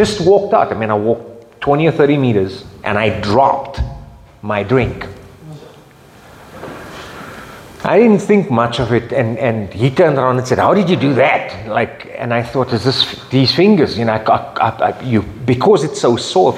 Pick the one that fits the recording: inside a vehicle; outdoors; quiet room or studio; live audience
live audience